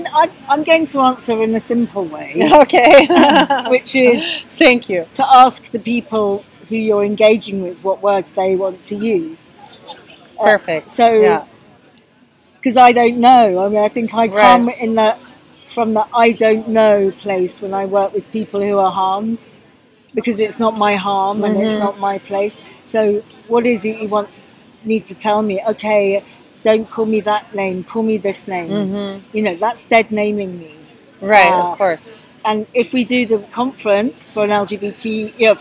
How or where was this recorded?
busy venue